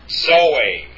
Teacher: The next form is pronounced Zoe, and that is pronounced with a DZ sound. Not Zoe, not with a Z, but a Zoe with a bit of a D at the beginning of the pronunciation. Zoe, meaning life.